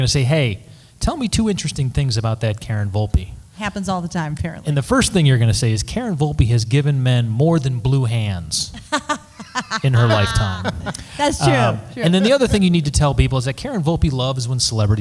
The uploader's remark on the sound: Live at WhedonCon 2017